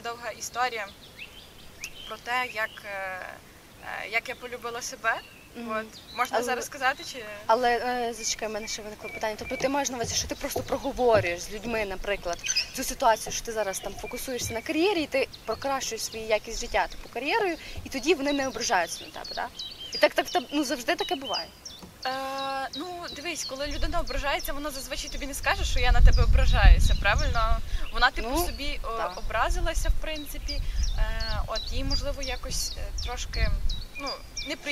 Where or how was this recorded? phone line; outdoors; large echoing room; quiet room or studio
outdoors